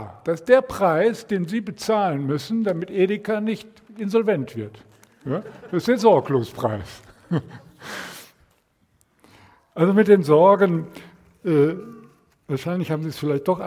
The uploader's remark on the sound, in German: Predigt im Rahmen des GreifBar+ Gottesdienstes